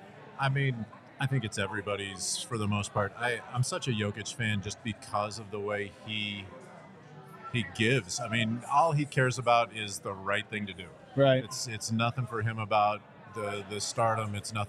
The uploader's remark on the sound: Live from the DNVR Bar. Audience Q&A.